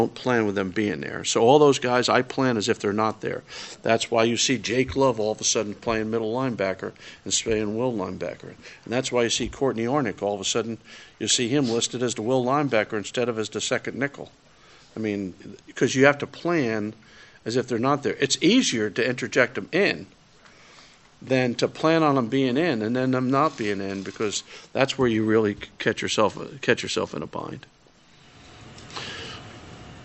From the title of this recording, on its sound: Press Conferences & Post-Game Interviews